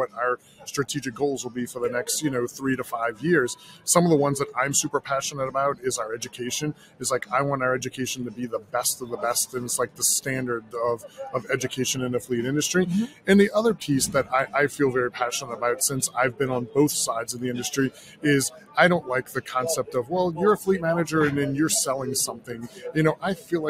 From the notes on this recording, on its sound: Comes to you from NTEA’s Work Truck Week 2023 in Indianapolis, one of the industry’s largest fleet expos. The interview takes place in Knapheide’s booth on the show floor where they were celebrating 175 years in business.